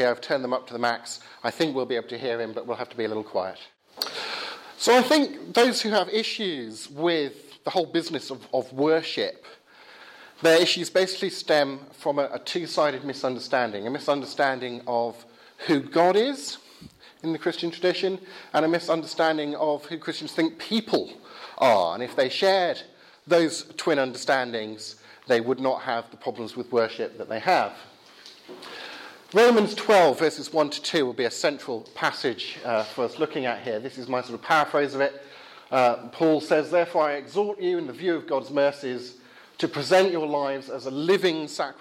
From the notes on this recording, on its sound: Talk from the 'Reasonable Faith?' meeting at Highfield Church, Southampton, 7th Feb 2016.